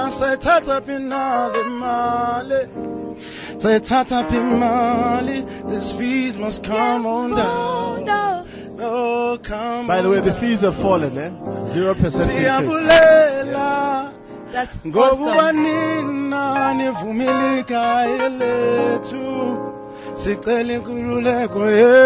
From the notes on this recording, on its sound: Coming to you live from the Sandton Convention Centre from The My World of Tomorrow expo